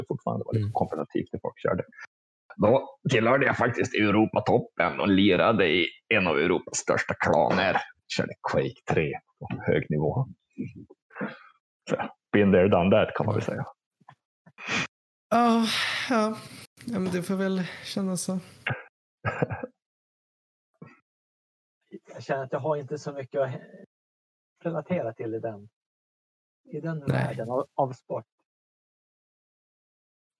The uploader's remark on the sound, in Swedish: På distans över discord. Vi ber om överseende med ljudkvaliteten.